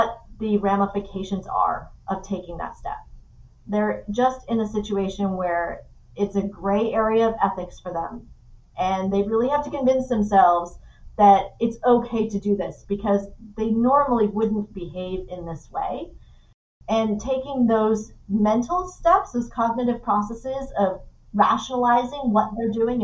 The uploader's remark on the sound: push through less than ideal audio conditions